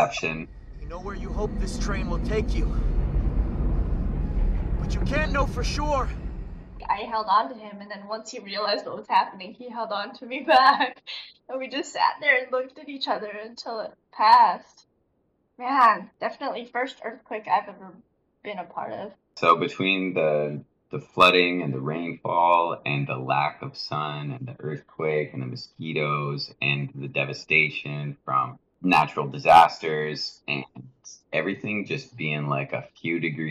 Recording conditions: poor sound quality